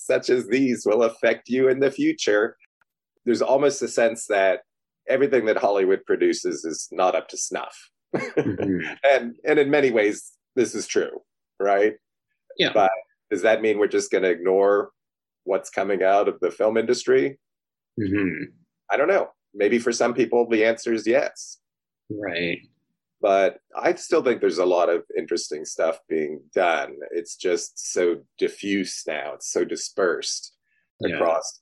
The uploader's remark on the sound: The interview was done on Zoom so the audio isn't great.